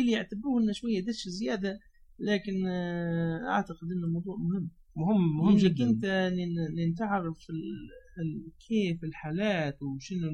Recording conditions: poor sound quality